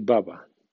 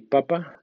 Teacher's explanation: la diferencia entre las consonantes P y B es la vibración de la consonante B frente a la no vibración de P